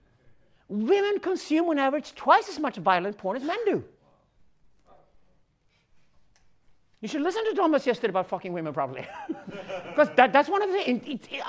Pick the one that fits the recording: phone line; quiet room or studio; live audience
live audience